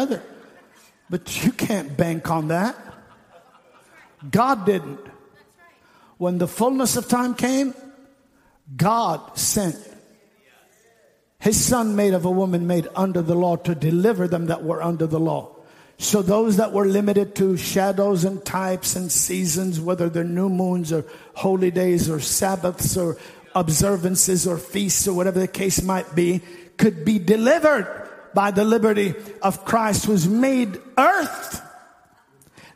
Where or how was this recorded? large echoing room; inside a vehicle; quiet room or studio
large echoing room